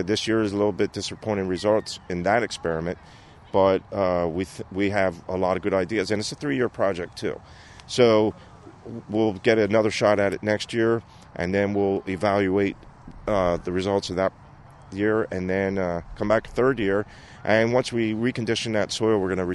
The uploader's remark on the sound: On location in Bethlehem Pa Industrial Hemp Field